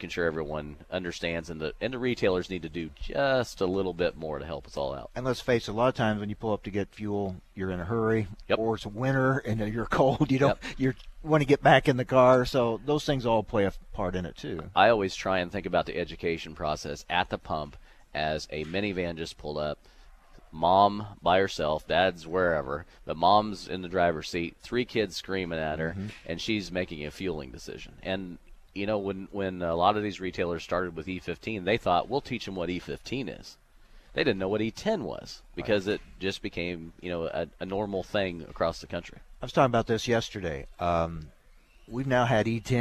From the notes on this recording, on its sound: from the National Ethanol Conference in Orlando